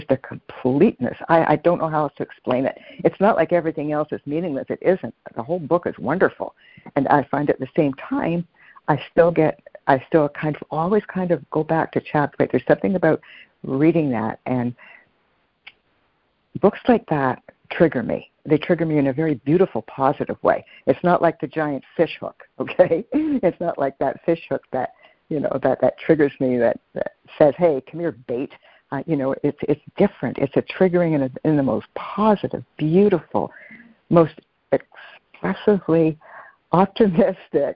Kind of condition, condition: link, phone line